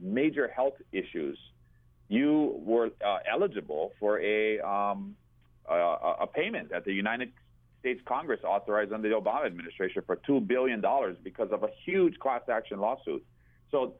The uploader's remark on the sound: for a live call-in show